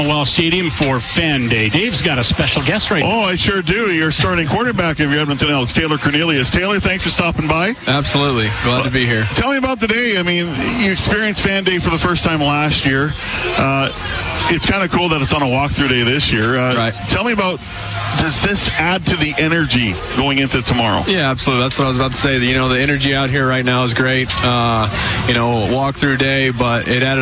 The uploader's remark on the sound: LIVE from Commonwealth Stadium for Fan Day.